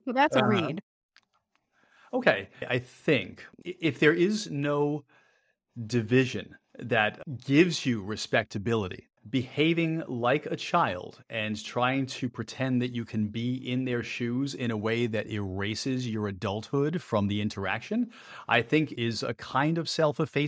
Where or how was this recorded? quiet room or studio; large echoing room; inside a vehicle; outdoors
quiet room or studio